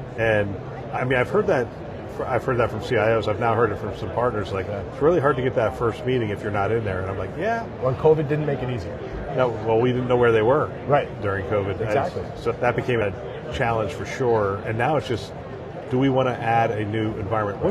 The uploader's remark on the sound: Interview in Action live from ViVe 2023.